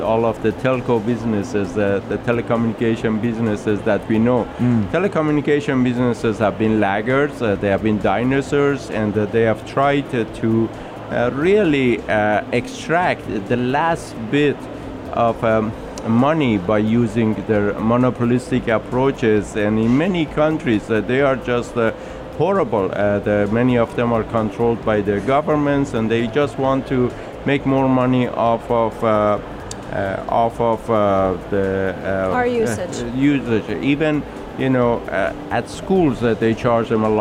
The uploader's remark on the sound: at the Sharjah Entrepeneurship Festival 2019 (25.11.19)